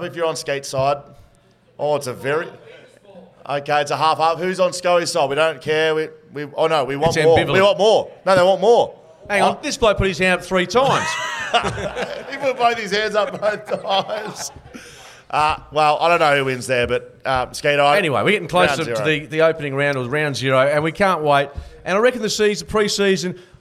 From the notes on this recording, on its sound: Live at Shelter. Welcome you to the Shelter Brewing Co LIVE SHOW. We previewed the Eagles and Dockers seasons in depth under the pressure cooker of a live audience. There were cheers, heckles and a whole lot of shit talk.